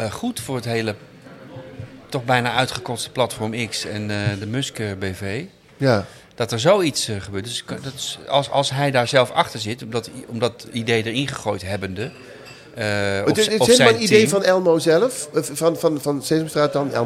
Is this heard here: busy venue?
yes